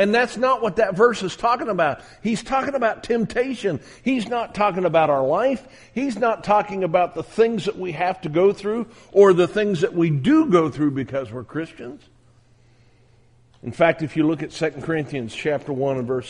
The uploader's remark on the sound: on January 10, 2021 at the Southwest Church of Christ in Omaha, Nebraska